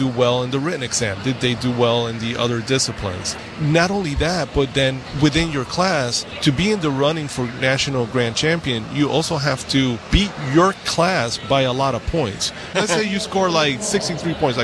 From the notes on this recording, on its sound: in a safe area within the driving course